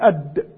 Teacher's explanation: ومخرج الدال من طرف اللسان وأطراف الثنيتين